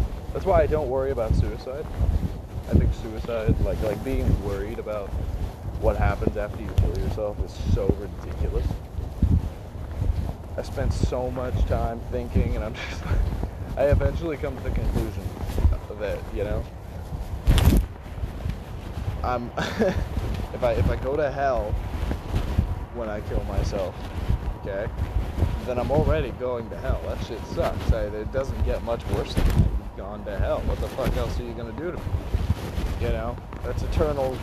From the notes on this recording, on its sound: The audio is me talking through my pocket. This podcast will ruin your eardrums.